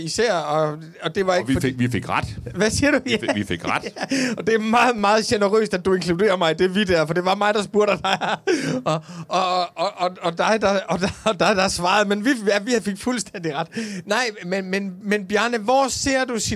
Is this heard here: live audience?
yes